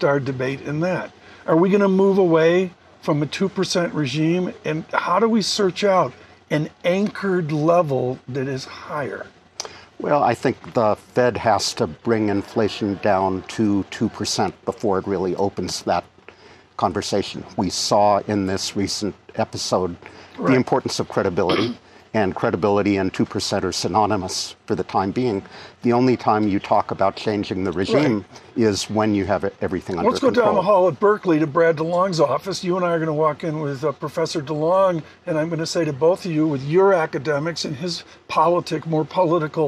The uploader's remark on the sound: Live From Jackson Hole '23